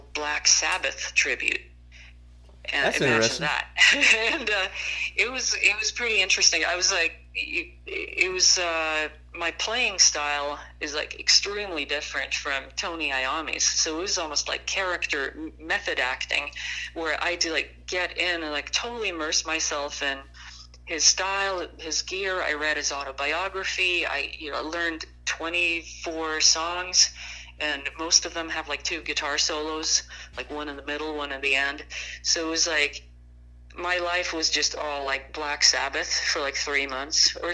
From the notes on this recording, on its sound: burnt the phone lines to interview